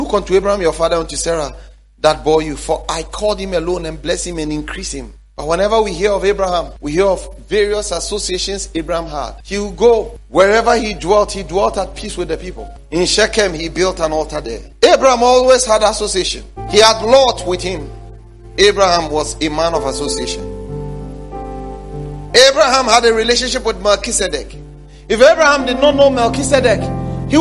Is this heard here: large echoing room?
yes